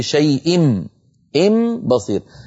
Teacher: هنا صار النطق عبارة عن ميم، نطبق الشفتين على ميم ونجافيهما عن باء